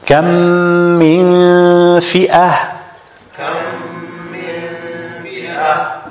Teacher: we make إدغام for the ميم and ميم، and we make إخفاء for the noon